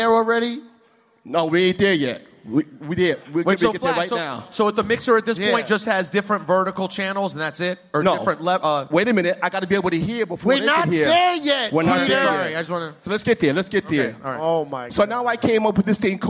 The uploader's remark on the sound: Live from Highline Ballroom. Returned to New York City and did a live show.